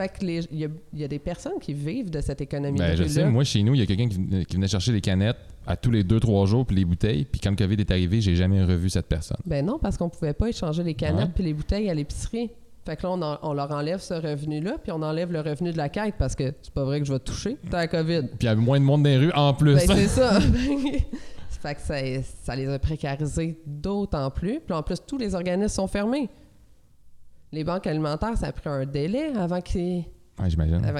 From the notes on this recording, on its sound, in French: Le podcast a été enregistré en juillet 2021 à la microbrasserie le Boquébière au 50, rue Wellington Nord à Sherbrooke